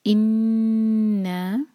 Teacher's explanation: نون پر شدہ، تو نون پر غنہ کریں گے، نون کو ہولڈ کریں گے دو حرکہ اور لمبا کریں گے دو حرکہ.